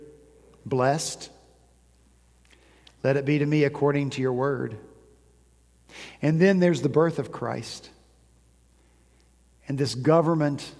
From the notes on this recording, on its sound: At Redeemer Presbyterian Church in Charleston, SC, our senior pastor preached